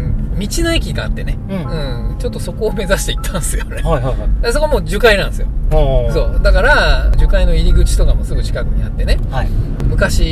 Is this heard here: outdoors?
yes